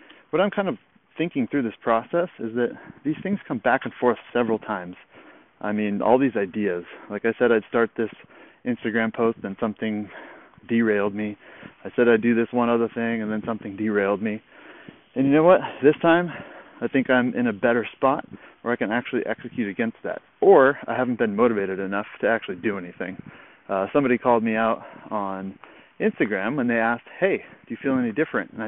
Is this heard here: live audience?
no